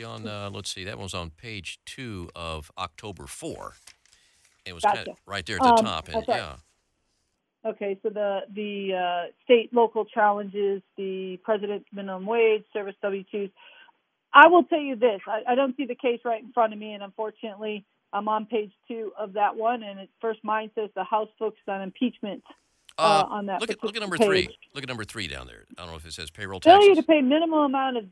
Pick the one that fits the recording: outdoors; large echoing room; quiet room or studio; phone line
phone line